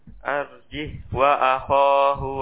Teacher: Nah, kemudian pada surah Al-A'raf dan surah Asy-Syu'ara ya, yakni pada lafaz arjih ya, arjih wa akhah ya, asalnya adalah arjihi wa akhahu. Nah, ya di sini hafaz mensukun ha al-kinayah